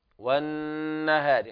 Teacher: يقرؤون بالإدغام اللام في النون مع الغنة · Term: إدغام شمسي بغنة